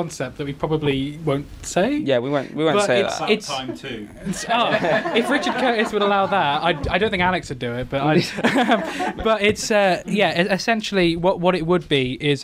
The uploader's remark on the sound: Recorded in front of a live audience at the Wellington Orbit cinema, we bring you a Q&A at the premier of Reduced to Clear. The film had just ended, the lights had just come up. The film that they has just showed to a full audience. Some questions from the audience.